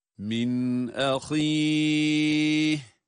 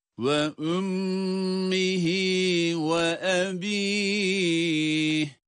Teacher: Sonda ha ile duruyoruz ve ha sesini çıkarıyoruz